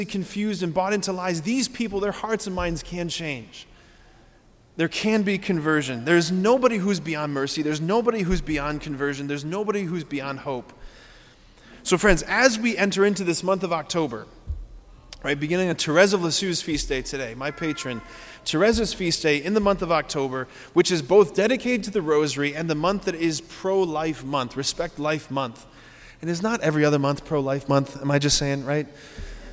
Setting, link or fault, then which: setting, large echoing room